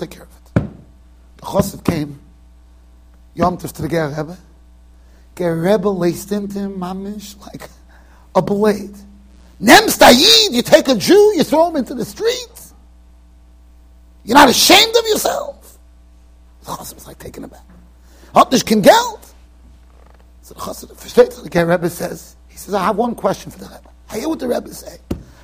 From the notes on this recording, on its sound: Shiur recorded in Yeshivas Ohr Reuven, Monsey NY.